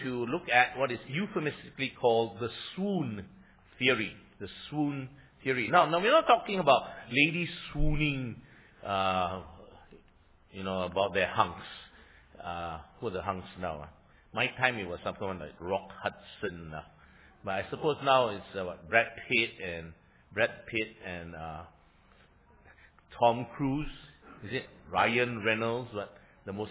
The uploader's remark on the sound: Sermon preached on 27 Mar 2016 – Easter Sunday Worship Services